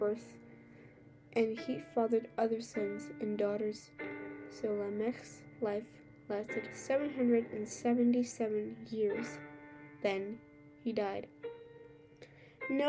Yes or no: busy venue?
no